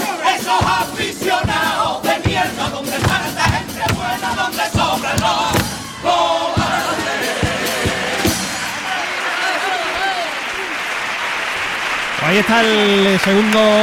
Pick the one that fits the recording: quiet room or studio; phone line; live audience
live audience